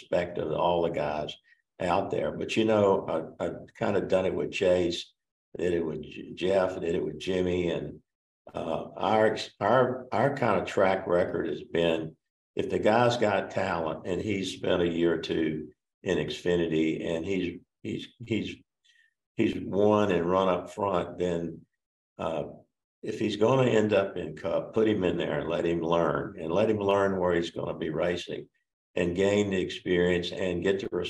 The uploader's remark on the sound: Met with reporters via Zoom to discuss the NASCAR Championship.